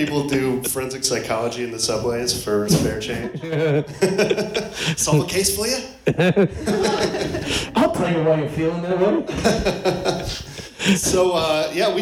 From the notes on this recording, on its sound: Live from The Pack Theater in Hollywood! For a mini-episode as part of the Podcast Party live show.